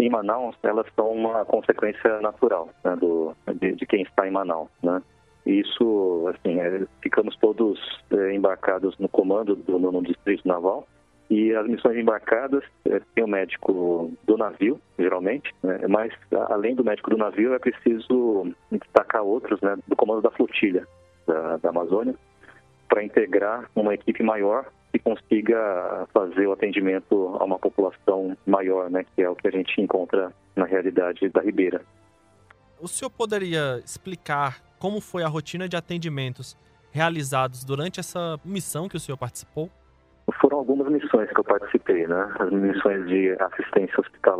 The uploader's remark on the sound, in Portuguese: entrevistamos, por telefone